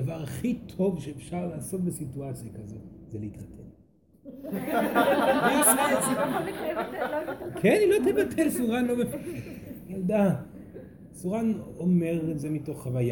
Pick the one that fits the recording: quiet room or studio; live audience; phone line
live audience